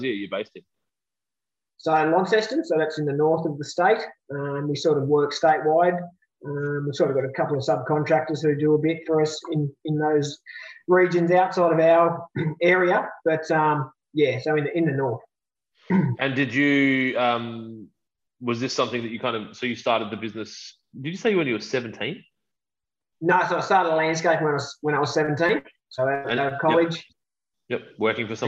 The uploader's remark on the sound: This is the last time we use Zoom for any podcasts! Unfortunately, we experienced a few audio dropouts and the connection wasn't the best.